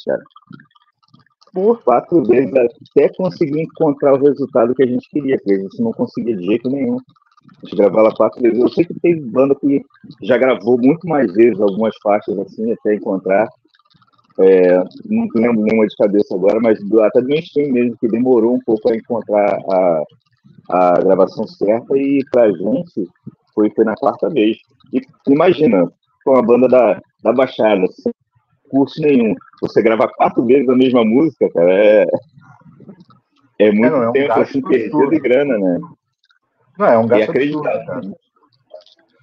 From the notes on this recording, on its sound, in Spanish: mesa redonda virtual